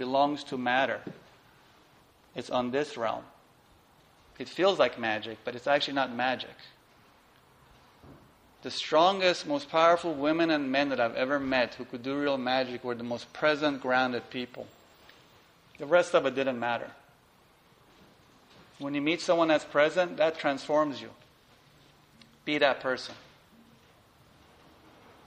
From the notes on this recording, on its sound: This lecture and group meditation was recorded on September 9, 2011, at Broome Street Ganesha Temple in NYC.